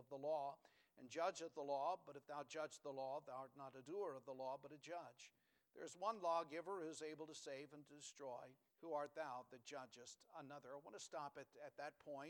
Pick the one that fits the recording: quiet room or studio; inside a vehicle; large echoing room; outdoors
large echoing room